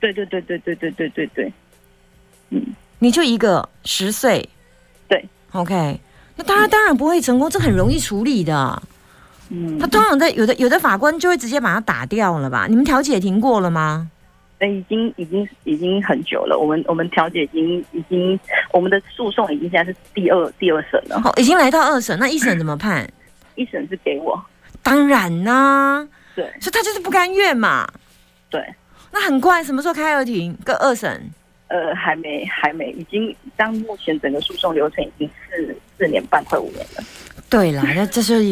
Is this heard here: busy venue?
no